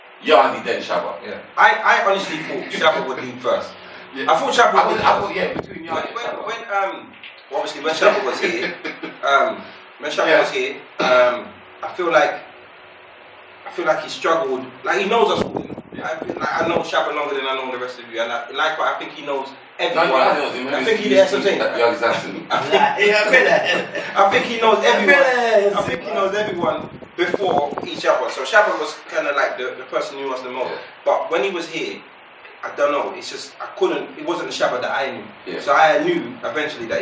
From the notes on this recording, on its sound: messed up the recording